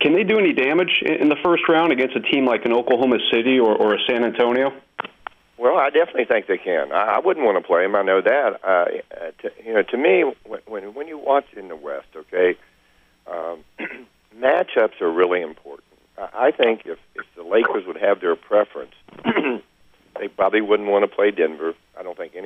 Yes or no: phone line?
yes